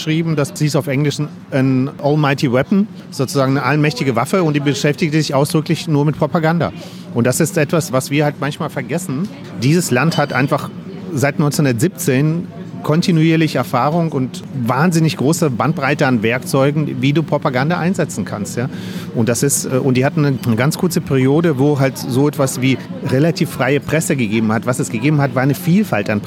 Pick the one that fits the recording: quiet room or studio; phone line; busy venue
busy venue